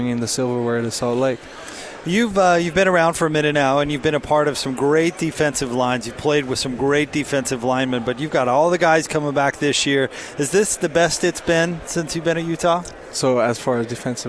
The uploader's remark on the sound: live from Pac-12 Media Day